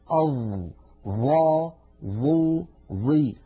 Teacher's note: الظاء لابد من أن نضع طرف لساننا على أطراف أسناننا العليا هكذا، الطرف على الطرف، طرف اللسان على طرف الأسنان العليا، أظ ظ ظو ظي.